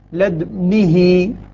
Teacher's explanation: نعم لأنه هنا مشمة والإشمام صورة بلا صوت، يعني يقول لدو غلط، لدنه هكذا، لد يعني أنا أقلقل لدنه، أنا أعطيت الدال ساكنة مع إشمام الضم